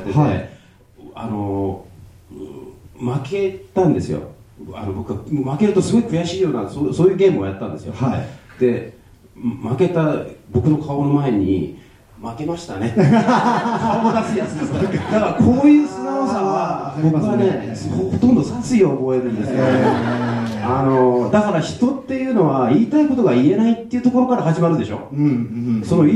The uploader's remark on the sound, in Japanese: 7/16に行われたJ-WAVE主催の試写会の舞台をかりて、公開生収録を行ってきました。会場にはサプライズゲストであの人も登場！